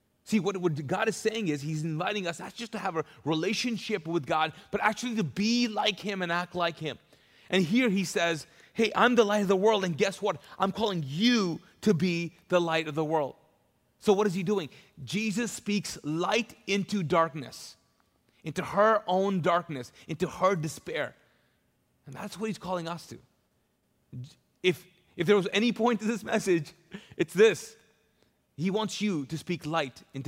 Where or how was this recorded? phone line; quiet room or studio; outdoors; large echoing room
large echoing room